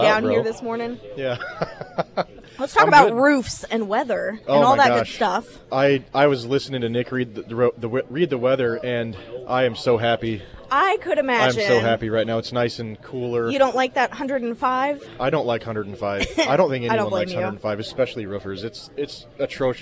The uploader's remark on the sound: live at Scramblers Diner